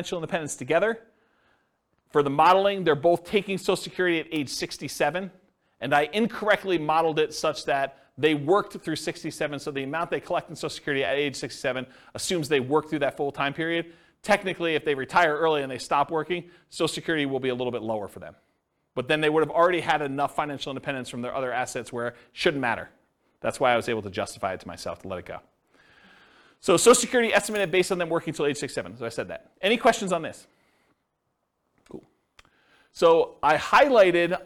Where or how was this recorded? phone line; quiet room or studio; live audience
live audience